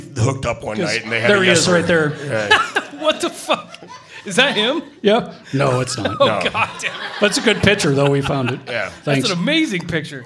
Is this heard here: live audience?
yes